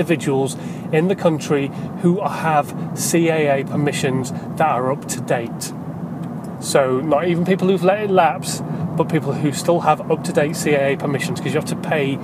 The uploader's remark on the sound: In My Car